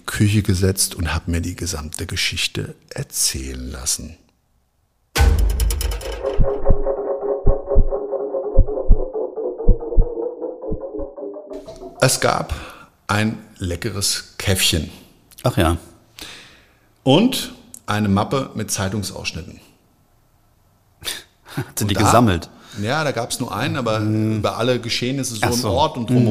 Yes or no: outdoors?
no